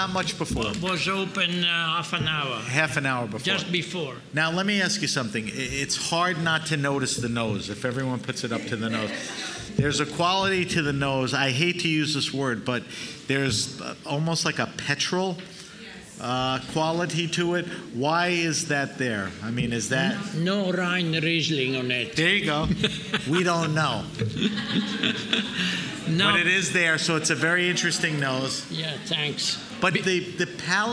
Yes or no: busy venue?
yes